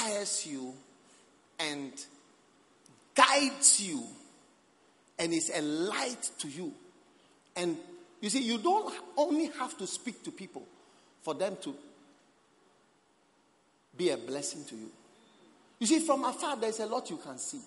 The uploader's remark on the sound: Preached at the Prophetic Encounter Service.